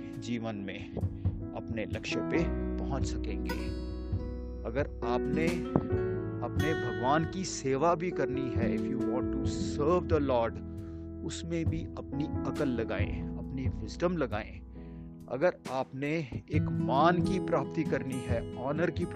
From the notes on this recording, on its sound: This episode was recorded while walking on a local street; please excuse the background noise and short breath.